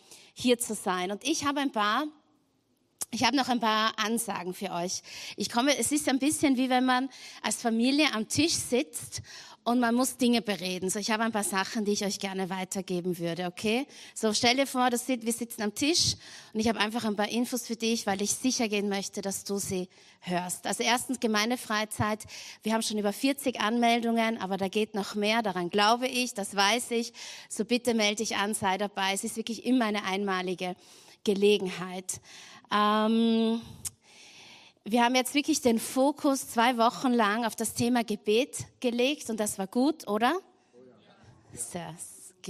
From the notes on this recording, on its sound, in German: Gottesdienst live aus der LIFE Church Wien.